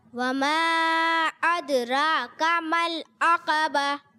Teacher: حمزہ کو واضح کریں گے، عین سے نہیں بدلیں